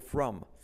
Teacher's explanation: La R de from genera una U.